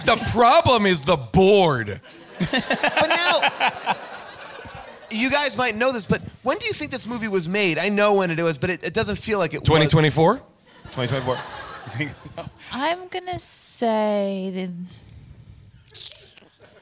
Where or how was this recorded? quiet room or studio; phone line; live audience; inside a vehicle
live audience